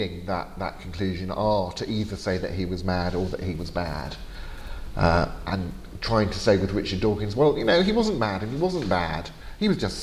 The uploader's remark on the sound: Lecture given at Gimlekollen College, NLA University, Norway on April 26th 2019